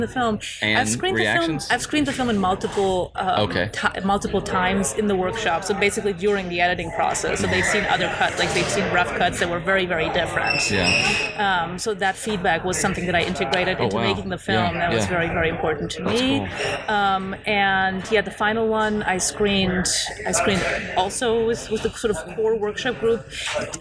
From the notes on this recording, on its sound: Outfest 2018. We sat down in the heart of the festival for another amazing conversation.